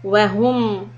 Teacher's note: transition the lips from dhamma to a flat lip for meem sukun